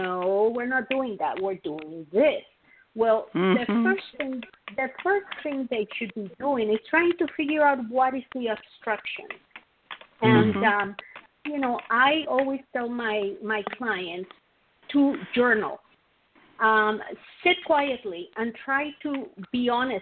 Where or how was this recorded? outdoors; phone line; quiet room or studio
phone line